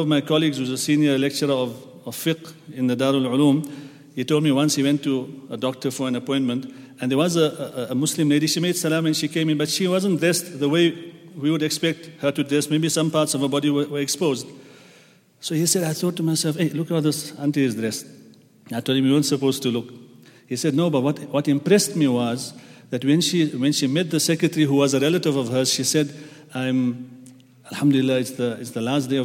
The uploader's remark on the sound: at the Houghton Masjid (West Street)